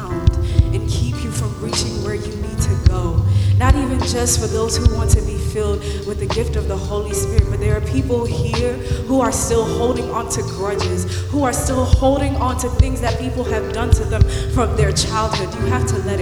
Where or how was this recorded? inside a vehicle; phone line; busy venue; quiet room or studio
busy venue